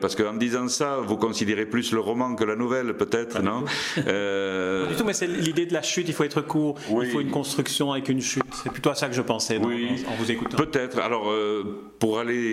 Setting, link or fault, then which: setting, busy venue